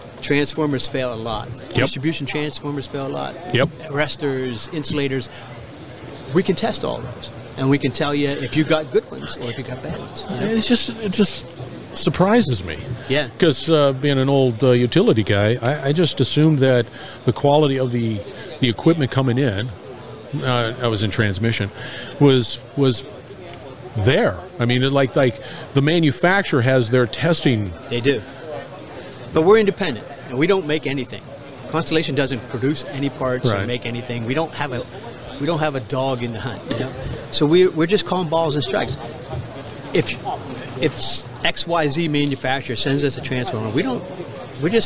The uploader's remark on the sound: the Industrial Talk podcast at a conference in New Orleans